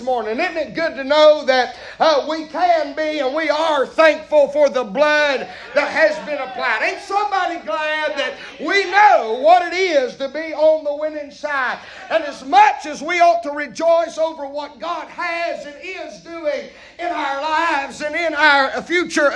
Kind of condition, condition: setting, large echoing room